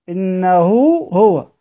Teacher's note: حتى ينطبق على قوله الله عز وجل إنه هو التقيا رسما أو التقيا خطا ولم يلتقيا لفظا، لأن لما جيت ألفظ نطقت واو صلة بين الهاءين، لكن هما ملتقيان في الرسم فانطبق عليهم شرط الإدغام.